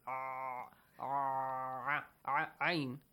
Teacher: Ayn is from the top part of your throat.